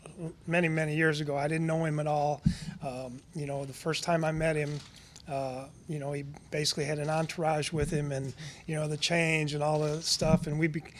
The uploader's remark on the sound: The Dallas Cowboys hosted an introductory press conference. At the team's headquarters at The Star in Frisco.